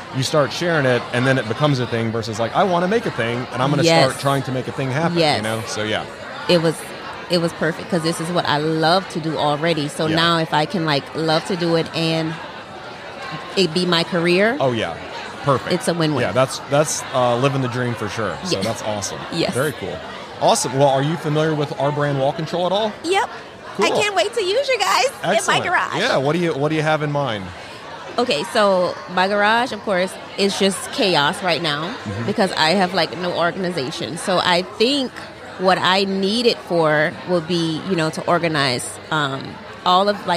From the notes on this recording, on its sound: LIVE from HAVEN 2022